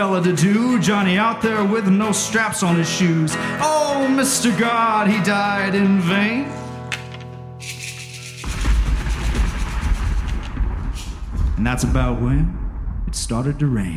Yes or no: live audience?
yes